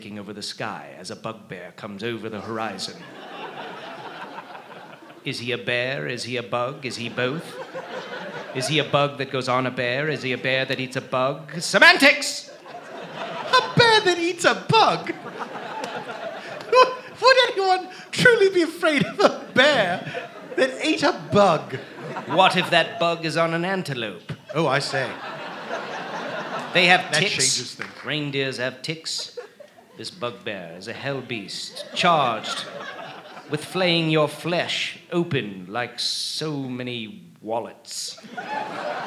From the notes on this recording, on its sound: A special traveling edition of The Dead Authors Podcast. Recorded Live at The Bumbershoot Festival in Seattle, WA.